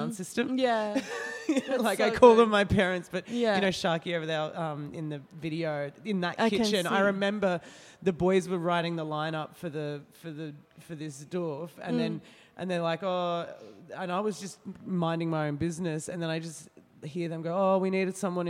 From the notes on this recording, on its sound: Live public conversations in the gallery focused on the renegade party and protest culture in Sydney.